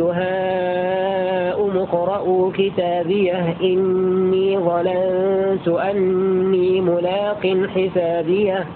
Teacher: بإسكان الهاء وتحقيق الهمزة